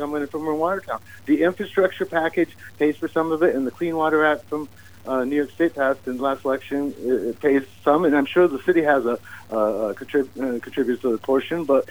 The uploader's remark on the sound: Oh, another council candidate called